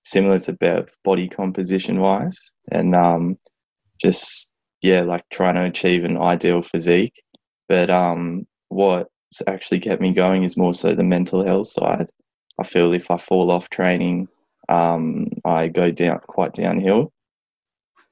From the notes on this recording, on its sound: We got the Newstrength Crew back together to do a podcast episode answering listener questions over zoom.